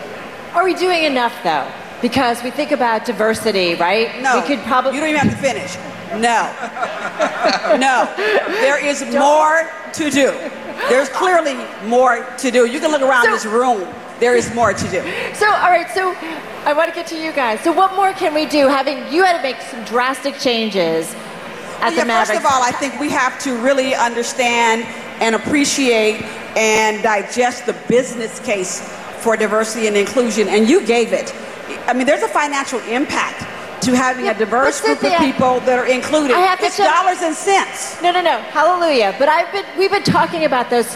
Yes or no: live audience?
yes